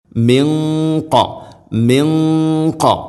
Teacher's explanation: സാക്കിന നൂനിന് ശേഷം ഖാഫ് ഇഖ്ഫാഉം ബിഗുന്ന, അവ്യക്തമാക്കി മണിക്കണം. മിൻഖ മിൻഖ. ഖാഫ് സ്വരഭാരത്തിൽ ഉച്ചരിക്കേണ്ട അക്ഷരമായതിനാൽ അതിൻ്റെ കൂടെയുള്ള ഗുന്നയും അപ്രകാരം ശ്രദ്ധിക്കണം.